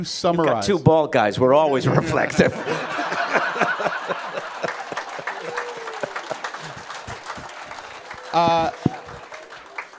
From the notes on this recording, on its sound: a live taping of Engage from Star Trek: The Cruise 2018